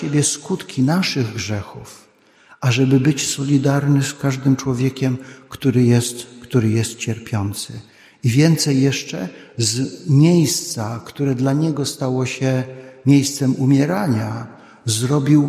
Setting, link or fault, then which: setting, large echoing room